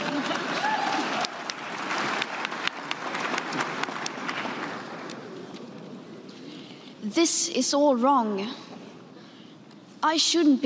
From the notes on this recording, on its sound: Voices from Gosford, Airlie Beach, and Melbourne. Were out at climate strikes outside of the main centres, and recorded great talks with strikers of all kinds. We also have a panel from a special screening of 2040.